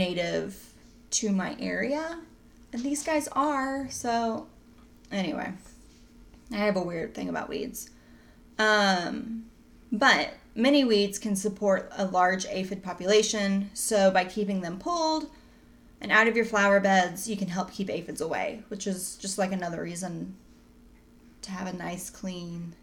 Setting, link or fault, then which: fault, sounds in the background